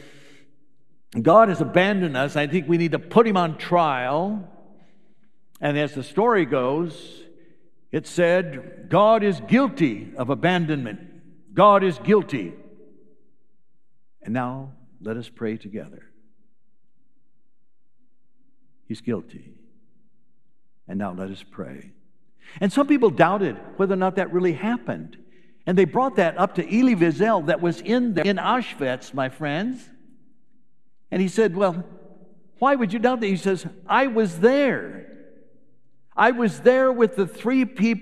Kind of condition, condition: setting, large echoing room